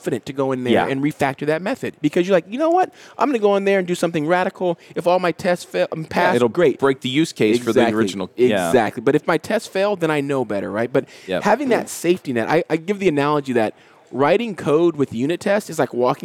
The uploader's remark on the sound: LIVE at Microsoft Ignite